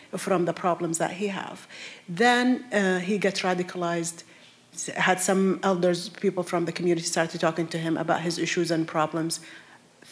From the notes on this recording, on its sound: America Abroad teamed up with NPR Berlin for a live town hall event, bringing together audiences at WHYY in Philadelphia and the German Council on Foreign Relations in Berlin, Germany.